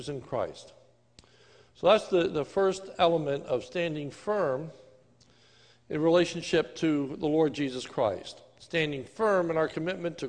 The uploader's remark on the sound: This is a sermon recorded live on 11/15/2020 during the evening service at the Lebanon Bible Fellowship Church in Lebanon, PA